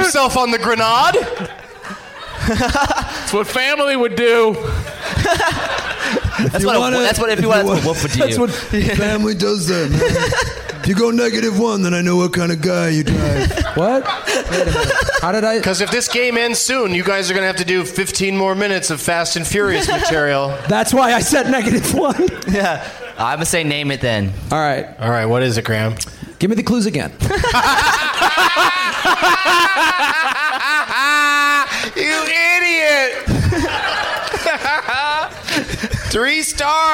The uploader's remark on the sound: Live from Zanies Comedy Club in Nashville